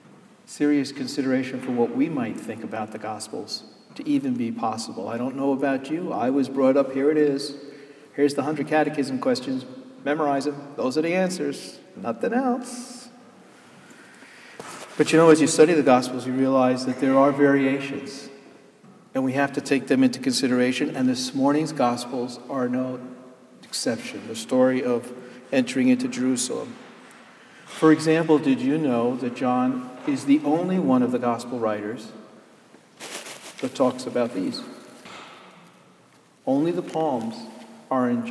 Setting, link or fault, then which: setting, large echoing room